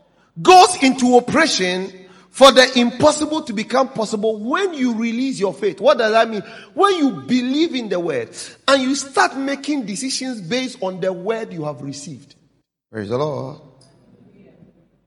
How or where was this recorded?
large echoing room